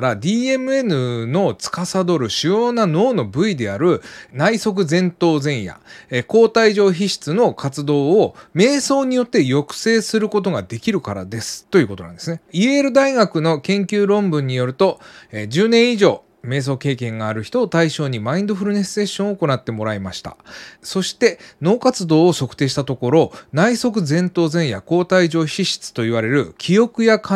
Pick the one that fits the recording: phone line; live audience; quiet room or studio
quiet room or studio